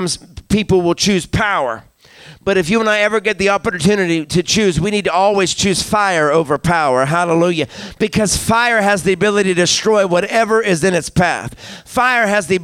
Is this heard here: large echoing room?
yes